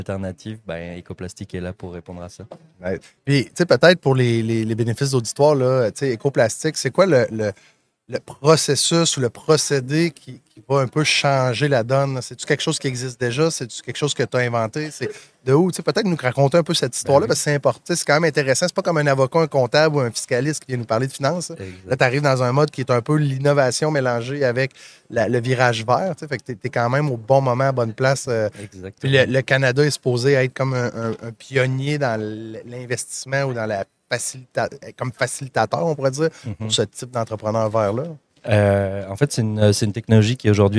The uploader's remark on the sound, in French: en direct de Stratégies PME